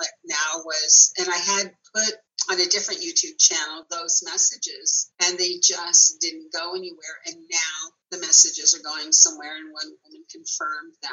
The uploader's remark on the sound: zoom interview